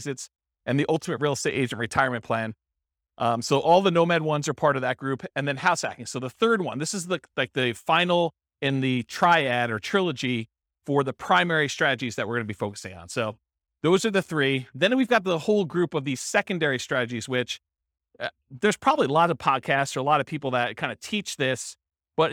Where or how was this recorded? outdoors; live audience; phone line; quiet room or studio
live audience